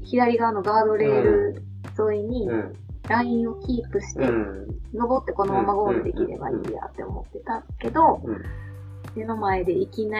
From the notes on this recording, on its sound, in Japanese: お酒を飲みながらのトークであることをお許しください。少しノイズが入ってしまっています。